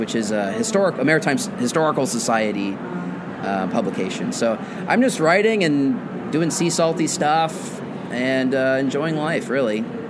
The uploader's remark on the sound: This week the show comes live from the American Library Association's annual conference in Chicago.